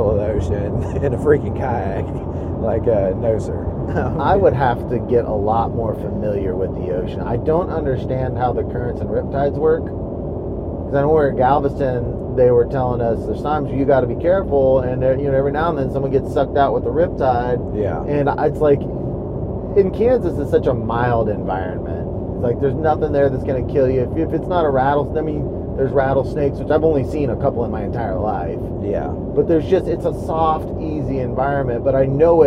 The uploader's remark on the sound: Recording from our truck